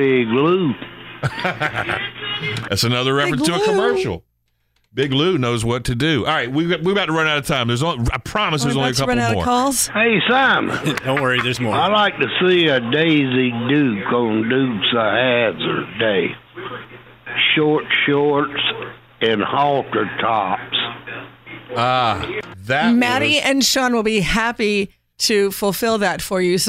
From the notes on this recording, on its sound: the phone calls get a little weird